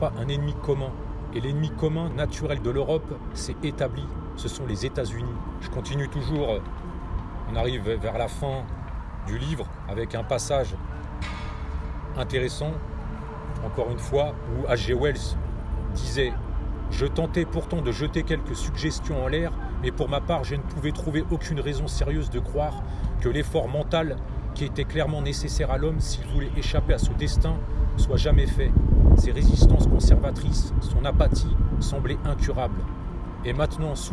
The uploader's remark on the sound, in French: Podcast enregistré en extérieur